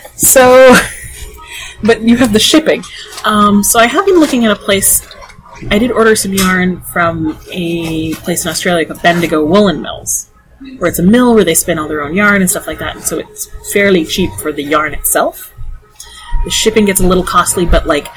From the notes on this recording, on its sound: The audio on this one is…not great. Unfortunately we had to choose between recording in the cafe where we have knit night or not recording for two weeks over the holidays.